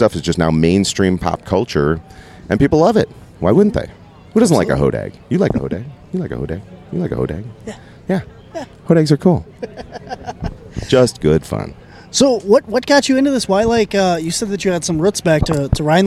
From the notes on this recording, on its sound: Coming to you from the Hodag Hermitage Festival in Rhinelander Wisconsin